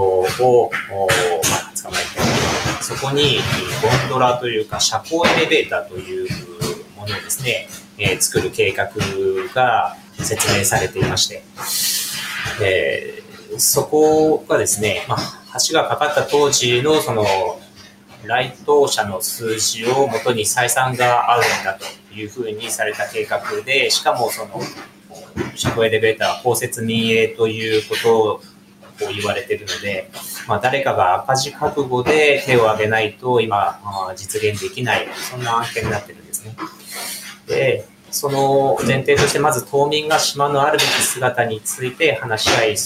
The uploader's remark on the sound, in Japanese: 気仙沼大島で牡蠣の養殖業を営む「ヤマヨ水産」。今回は新しくなった牡蠣の作業場からみなさんが作業されている中でオンライン収録させて頂きました！